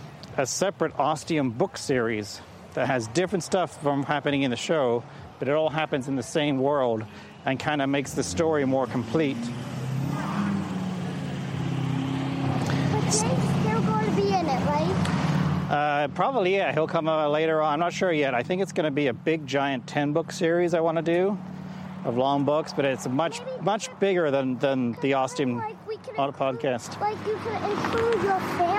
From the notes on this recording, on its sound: Apologies for the noisy traffic at times